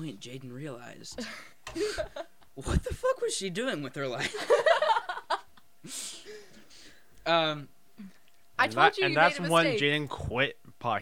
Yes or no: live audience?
no